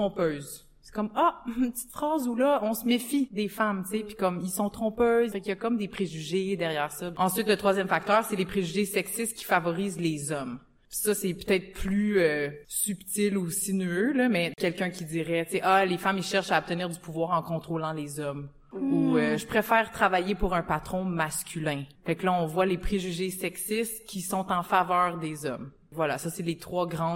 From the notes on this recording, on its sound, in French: Un épisode spécial qui a été enregistré devant public dans le cadre de la journée internationale des droits des femmes. À l’occasion du Gala-Spectacle animé par le Comité Femmes Vigilantes. Deux organismes situés sur le territoire du Jardin Roussillon, au Québec.